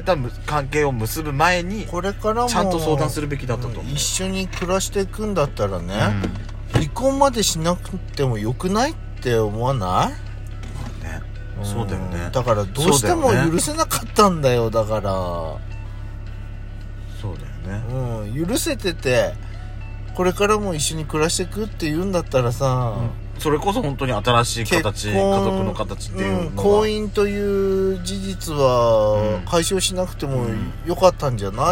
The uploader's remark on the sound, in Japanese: パーキング収録